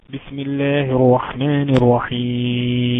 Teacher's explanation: الرحمن ده مد طبيعي حركتين